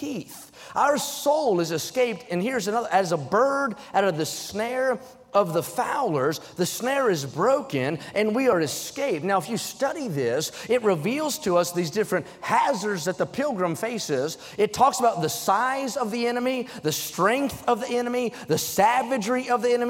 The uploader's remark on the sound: during the Wednesday Evening service on June 28, 2023, at North Valley Baptist Church in Santa Clara, California.